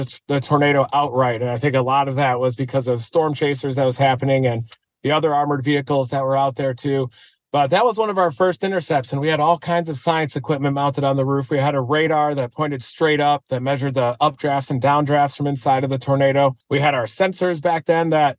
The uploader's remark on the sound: live from the road